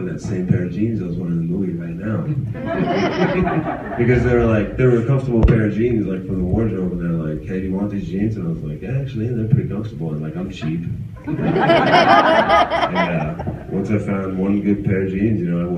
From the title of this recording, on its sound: Q&A at Wizard World Pittsburgh 2015